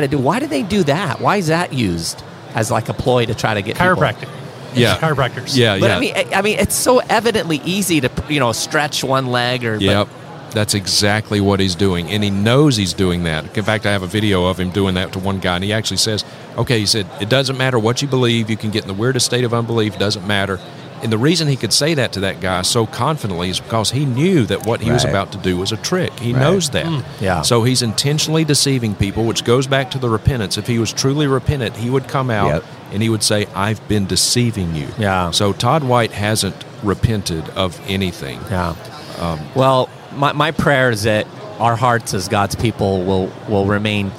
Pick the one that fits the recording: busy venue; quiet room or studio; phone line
busy venue